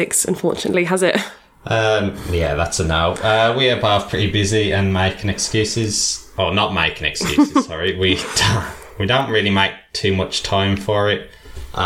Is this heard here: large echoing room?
no